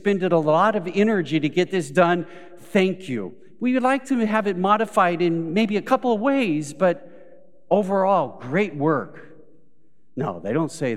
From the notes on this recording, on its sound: Recorded live at Beatitudes Church in Phoenix, AZ